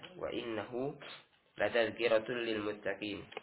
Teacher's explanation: Pada kalimat wa innahu latazkirah, di sini hak dhamir bertemu dengan lam, maka dibaca dengan mat. Dibaca dengan mat dua harokat. Ya, dikarenakan terletak di antara dua huruf yang berharokat. · Term: matsilah sughra